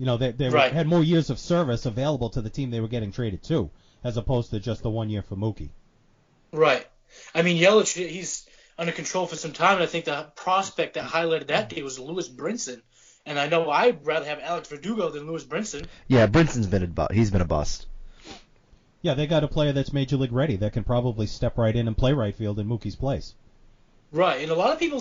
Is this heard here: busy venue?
no